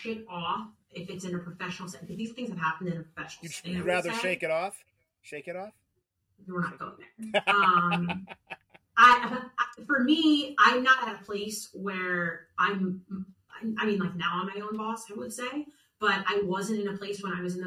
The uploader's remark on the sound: Apologies for some audio difficulties on this week's episode.